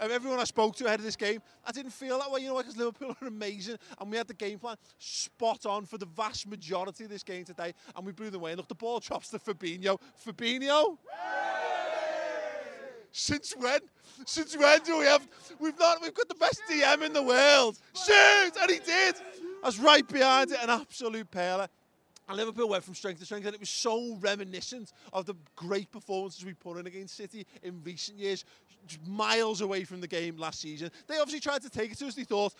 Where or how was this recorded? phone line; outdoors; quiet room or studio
outdoors